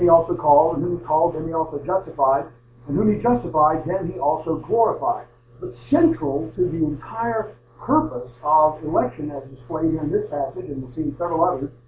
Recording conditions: poor sound quality